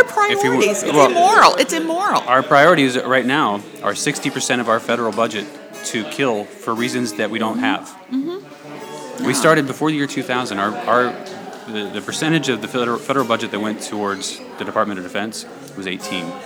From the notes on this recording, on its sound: Live from Occupy Wall St. Zuccotti Park.